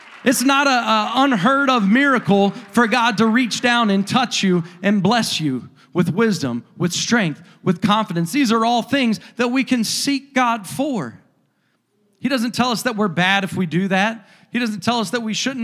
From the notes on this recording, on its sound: a service recording from Connect Point UPC